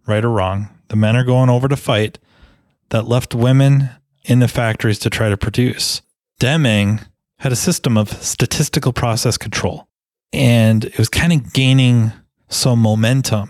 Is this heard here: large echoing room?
no